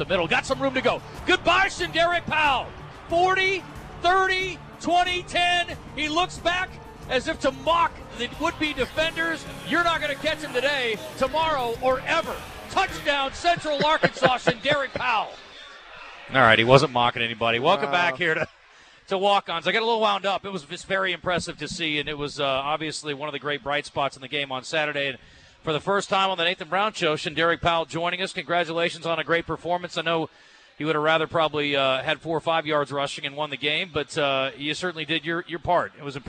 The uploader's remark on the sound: LIVE from Walk-Ons Sports Bistreaux in Conway